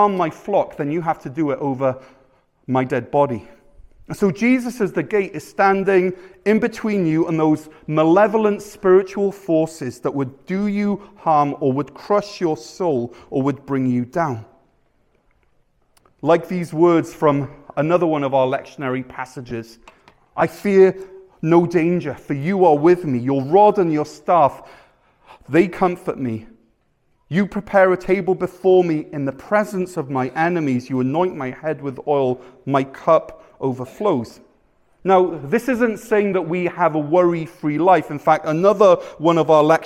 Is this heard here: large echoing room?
yes